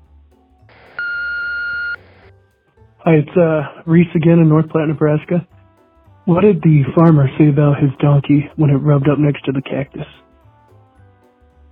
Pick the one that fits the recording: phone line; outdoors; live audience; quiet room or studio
phone line